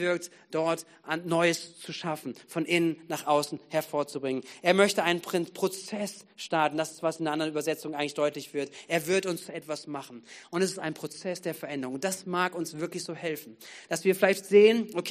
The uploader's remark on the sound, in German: Gottesdienst am 13.11.2022